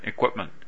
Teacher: P というのはほとんどというか全く聞こえないんじゃないですかね。Equipment。これはっていうその唇を離す前にも M の音に移ってしまうんですよね。Equipment っていう感じで、なってしまうので、P らしい音は聞こえないという形ですね。Equipment.